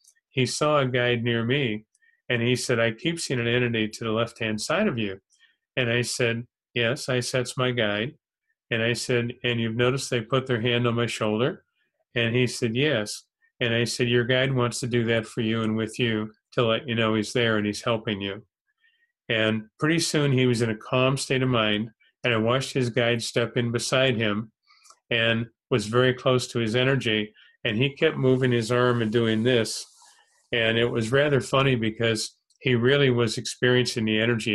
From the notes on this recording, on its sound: held online via zoom